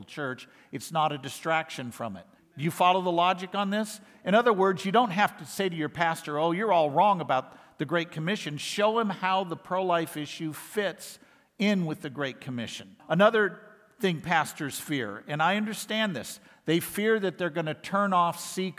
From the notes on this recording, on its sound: lectures given at IFI’s 2023 worldview conference